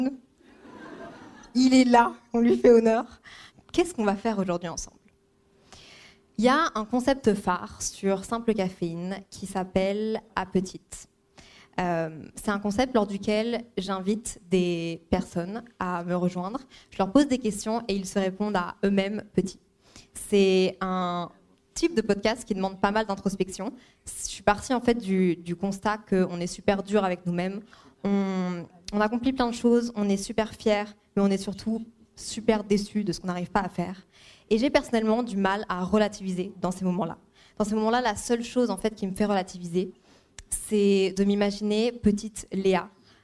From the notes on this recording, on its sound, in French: au théâtre, à l'Apollo Paris pour enregistrer un épisode de Simple Cafeine en LIVE